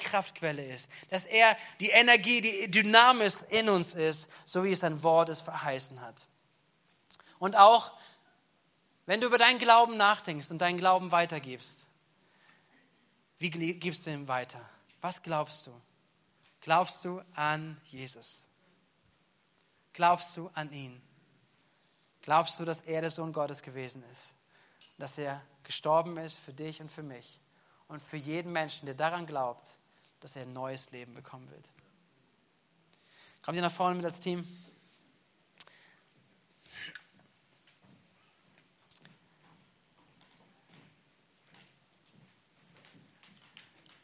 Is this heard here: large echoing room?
yes